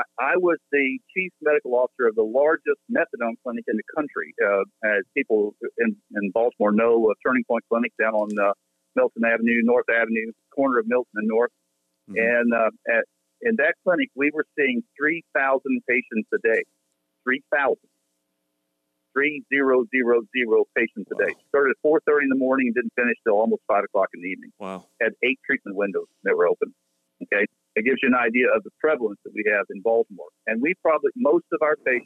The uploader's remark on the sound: The team makes a random phone call